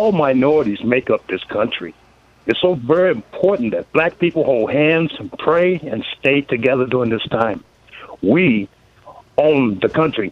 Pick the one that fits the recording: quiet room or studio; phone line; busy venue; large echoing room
phone line